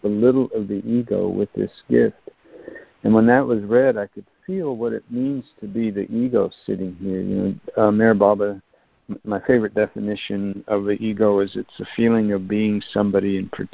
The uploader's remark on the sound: ACIM Daily Conference Call